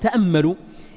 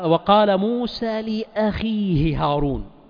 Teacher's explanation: من الفوائد يعني الصوتية في لأخيه أن الخاء في أقل درجة من درجات التفخيم